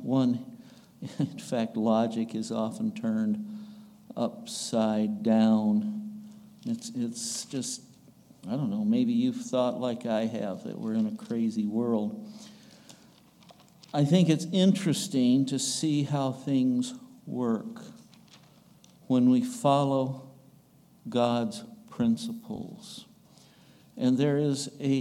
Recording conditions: large echoing room